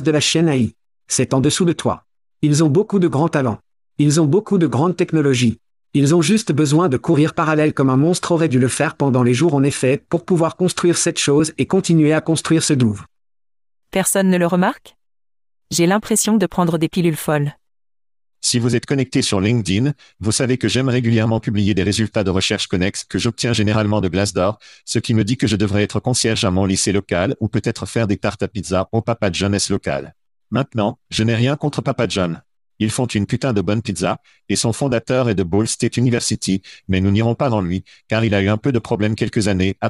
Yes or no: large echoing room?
no